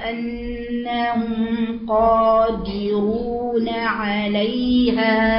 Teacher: والغنة صوت جميل تحس بيه من الخيشوم زمن حركتين